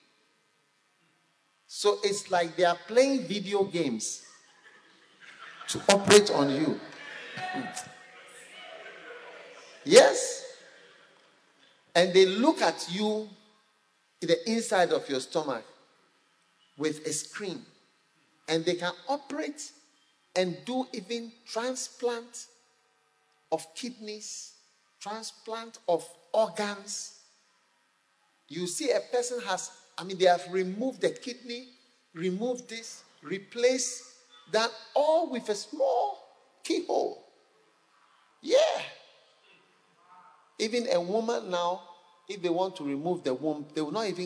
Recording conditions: live audience